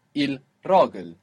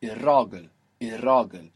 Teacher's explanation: But if you say it quickly, we get irragl, irragl. The L assimilates to an R, and it's like we have two R's there. · Shown in: second take